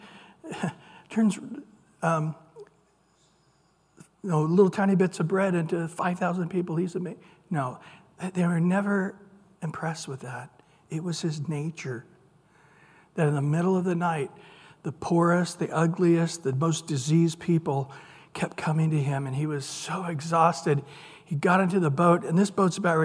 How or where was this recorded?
large echoing room